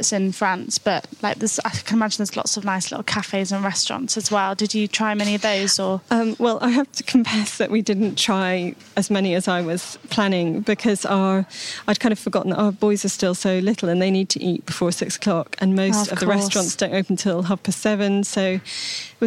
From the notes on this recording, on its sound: at the super-foodie Wilderness festival in Oxfordshire